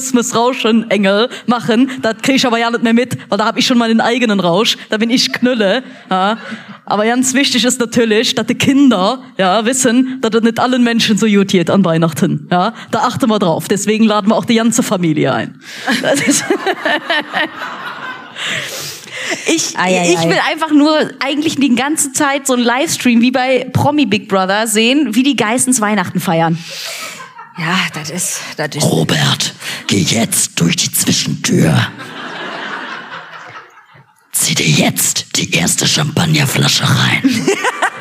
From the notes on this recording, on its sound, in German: Live aufgenommen kurz vorm großen Fest in Köln - mit Publikum, Video und literweise Nuts & Nougat!